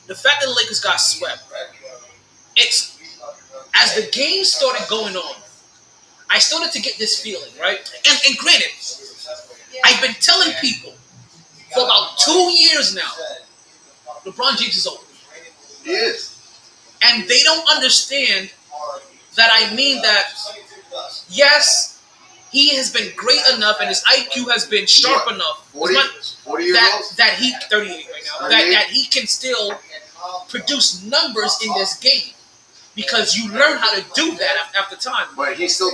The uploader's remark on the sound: Live From Sharkys